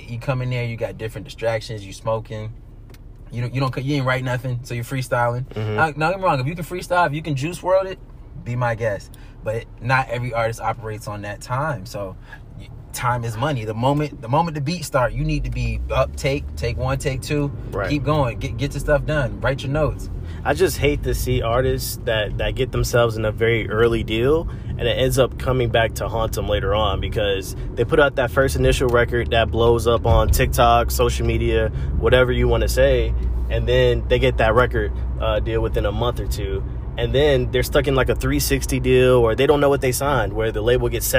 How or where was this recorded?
inside a vehicle